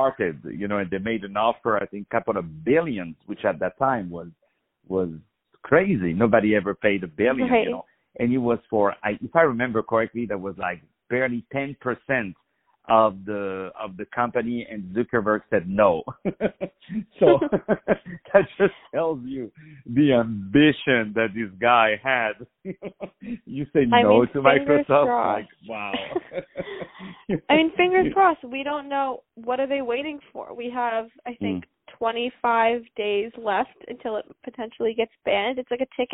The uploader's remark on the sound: On the phone.